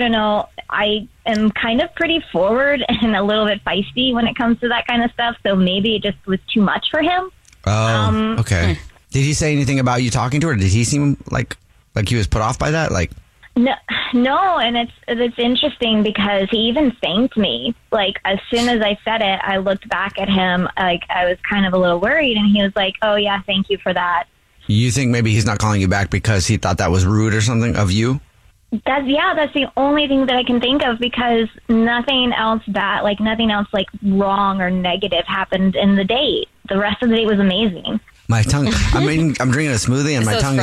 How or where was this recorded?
phone line